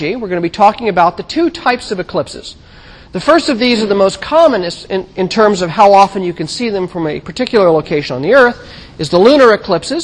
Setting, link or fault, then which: setting, large echoing room